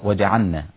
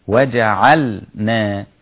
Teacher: أدغمت في النون، وجعلنا، وهذا خطأ. وجعلنا، لابد أن تسمع اللام ساكنة ثم تبدأ بالنون · Shown in: second take